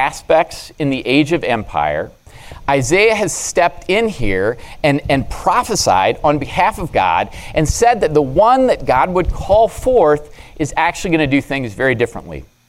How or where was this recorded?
large echoing room